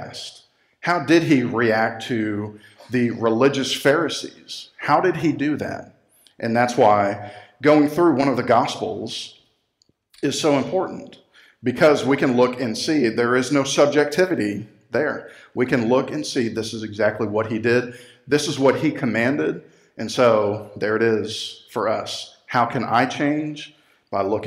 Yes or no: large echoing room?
yes